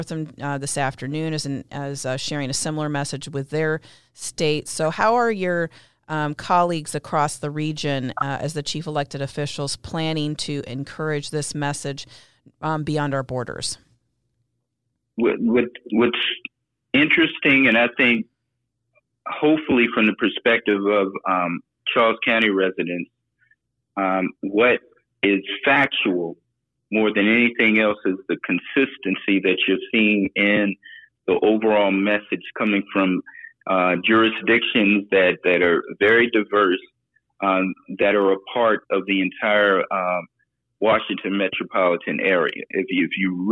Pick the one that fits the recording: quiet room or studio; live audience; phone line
phone line